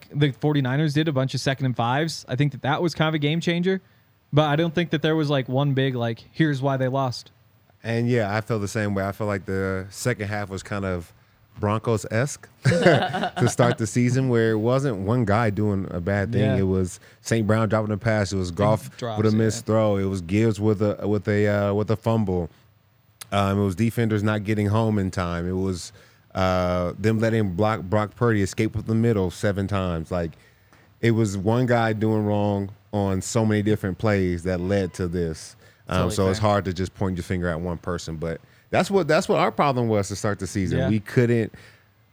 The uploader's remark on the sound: coming to you LIVE from the DNVR Bar